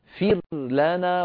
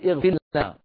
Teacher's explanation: لا تدغم الراء في اللام ولا تنطق لاما مشددة بل تظهر الراء عند اللام · Shown in: first take